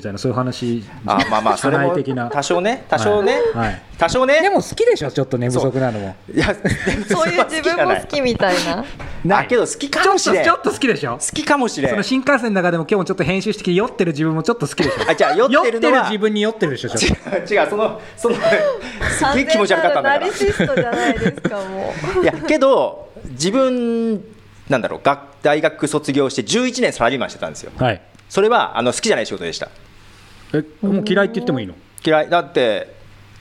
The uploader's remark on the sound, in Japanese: 初の公開収録！今回も昨年の11月30日に行われた公開収録の続きです。